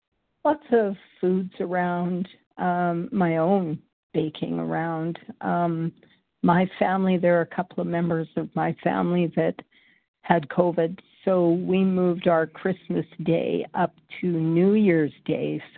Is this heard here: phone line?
yes